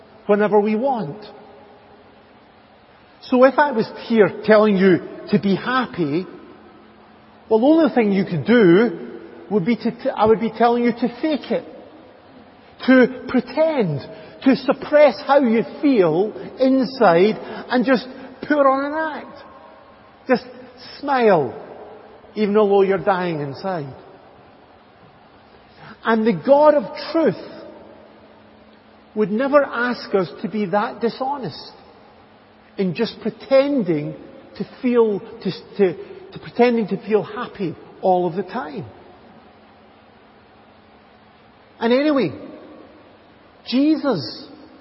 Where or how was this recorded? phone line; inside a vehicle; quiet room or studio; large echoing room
large echoing room